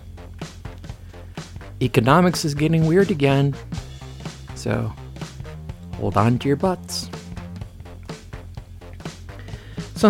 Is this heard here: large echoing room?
no